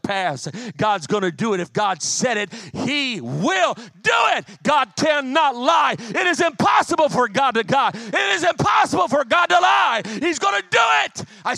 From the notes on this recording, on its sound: as I preached in March 2023, at my home church in Harvey, IL